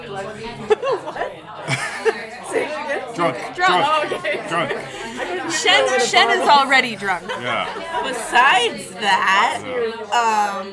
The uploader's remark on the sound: records the podcast at The Grapes, Limehouse, one of the oldest pubs in London